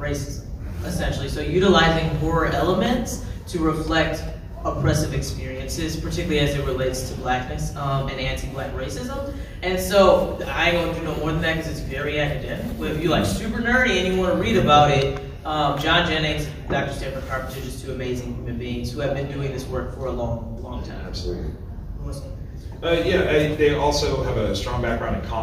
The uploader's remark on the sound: THE SPECTRUM OF BLACK HORROR panel at Fan Expo 24.